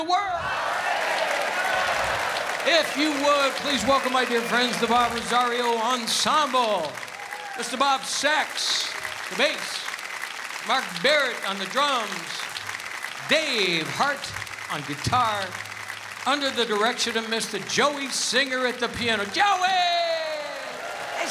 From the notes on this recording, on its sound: Live at the South Point Casino